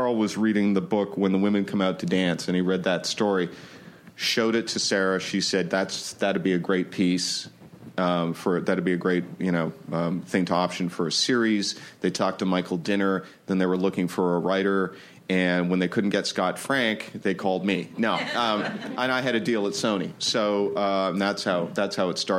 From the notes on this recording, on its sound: Justified finale panel from ATX Television Festival. Recorded June 6, 2015 at ATX.